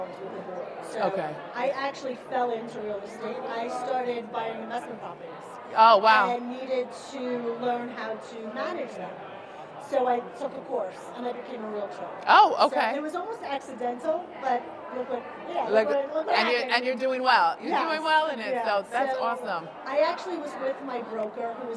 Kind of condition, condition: setting, busy venue